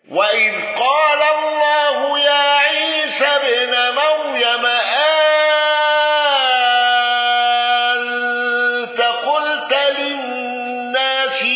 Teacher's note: دوري أبي عمرو بإمالة للناس وإذ قال الله يا عيسى ابن مريم أأنت قلت للناس اتخذوني